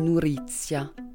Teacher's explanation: Alvéolaire parce que pour la dire, on met un bout de sa langue contre la crête alvéolaire de la bouche, donc contre les dents, et voisé parce qu'on fait vibrer ses cordes vocales pour faire ce R · Term: consonne roulée alvéolaire voisée